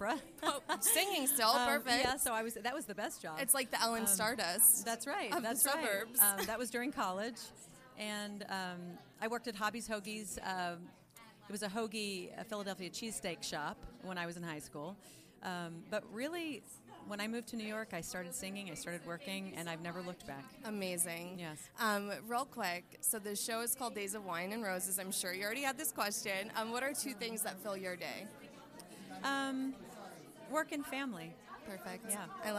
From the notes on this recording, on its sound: Live from "Days of Wine and Roses" Opening Night Red Carpet. The episode opens with a MIC CHECK.